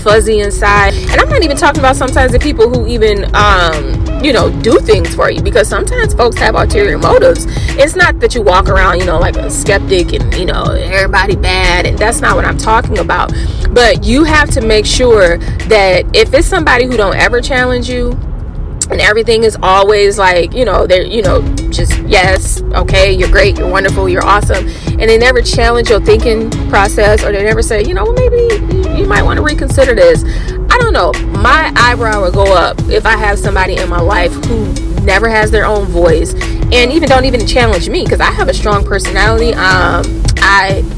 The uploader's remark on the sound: uncut, car drive (yes, that's where this podcast was recorded)